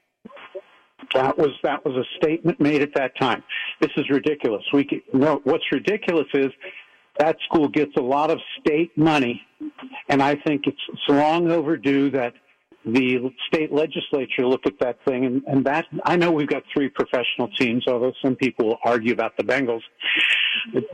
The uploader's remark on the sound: takes callers reaction